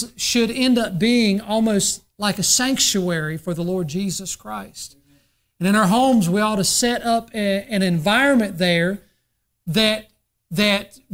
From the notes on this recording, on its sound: during the Sunday morning service on January 7, 2024, at Southside Baptist Church in Mount Airy, NC.